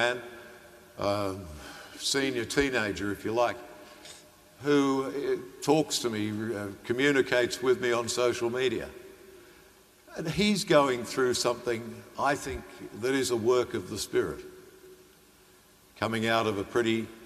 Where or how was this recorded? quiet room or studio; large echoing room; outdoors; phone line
large echoing room